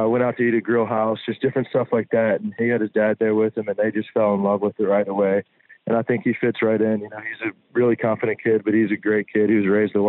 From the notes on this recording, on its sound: Joins on the Modern Woodmen phone line (20:09).